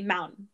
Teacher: Utah, like, their accent is that they refuse to pronounce the T's.